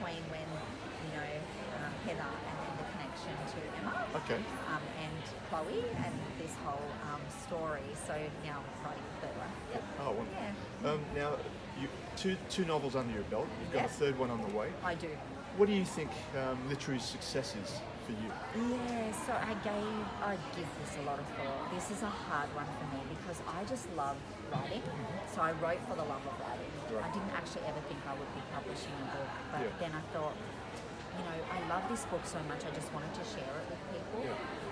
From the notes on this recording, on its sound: Live at Book Fair Australia. For The Witty Writers Show at Book Fair Australia.